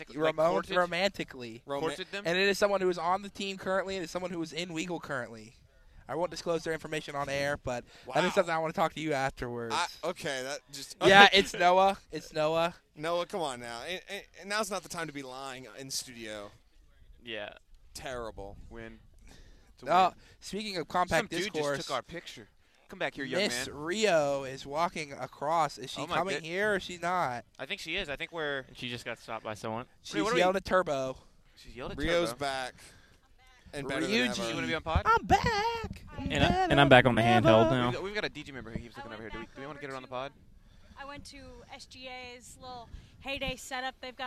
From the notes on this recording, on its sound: We are live! Host a very special Compact Discourse live on the Haley Concourse.